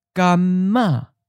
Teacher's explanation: So we take the M ending of gum and start the next syllable with it. So we have ma.